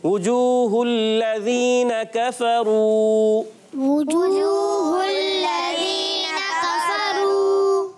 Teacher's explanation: واؤ ساکن سے پہلے پیش آنے کی وجہ سے واؤ مدہ ہوگا، ایک الف کھینچ کر ادا کریں گے. اور ہا کو لام سے ملانا ہے. · ہا پر پیش آنے کی وجہ سے ہونٹ گول ہوتے ہیں